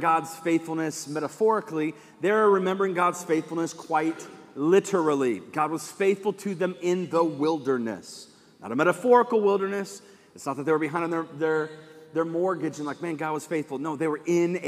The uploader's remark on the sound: live from Covenant Church